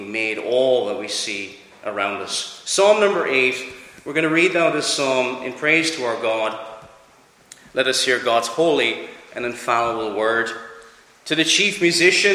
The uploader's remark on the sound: Preached at Clare Reformed Presbyterian Church